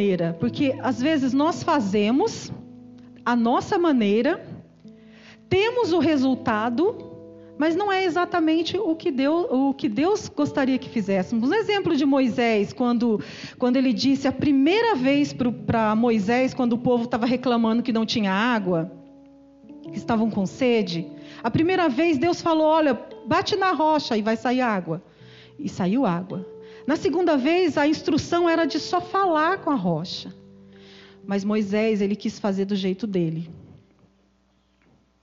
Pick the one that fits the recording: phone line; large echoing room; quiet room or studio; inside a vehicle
large echoing room